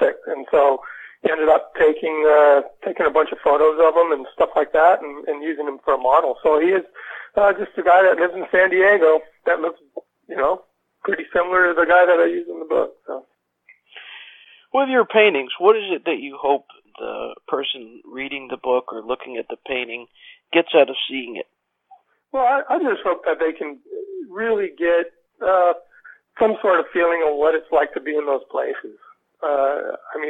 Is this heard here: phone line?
yes